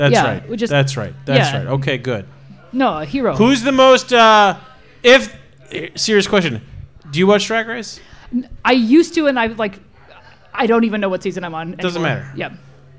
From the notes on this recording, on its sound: Live at the Looking Glass Lounge.